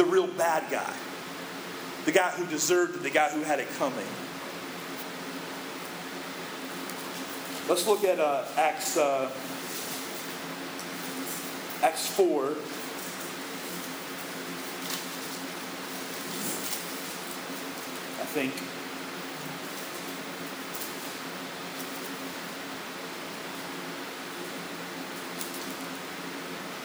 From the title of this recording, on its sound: poor audio